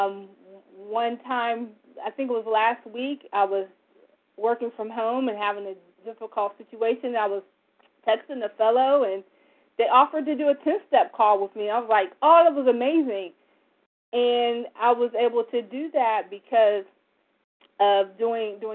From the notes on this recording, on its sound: from the 100 Pounders Phone Meeting, 1/24/24